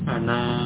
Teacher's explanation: Dibaca dengan pendek, fathahnya pendek. Kalau alifnya dibaca, alifnya diucapkan, maka fathah akan dibaca panjang.